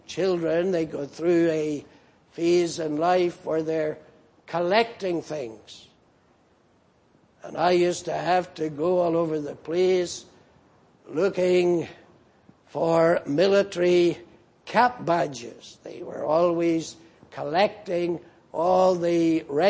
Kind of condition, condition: setting, large echoing room